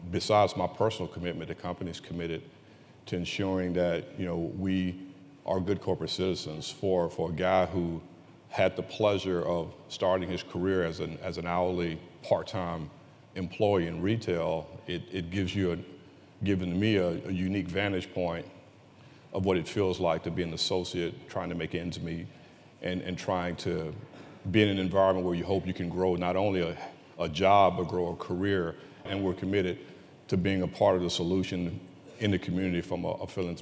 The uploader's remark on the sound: We're sharing a conversation that was recorded in front of a live audience at the Charlotte Business Alliance's annual economic outlook event.